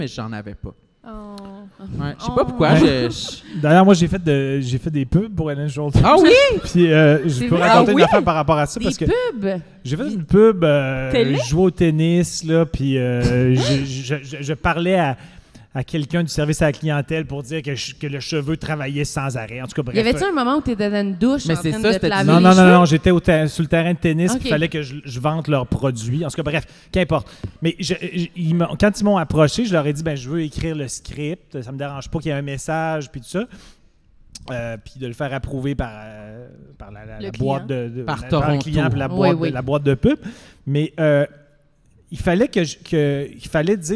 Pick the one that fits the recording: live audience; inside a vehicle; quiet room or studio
live audience